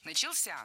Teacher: В этом глаголе ударным должен быть последний слог, возвратная часть «ся», которая, кстати, часто находится под ударением.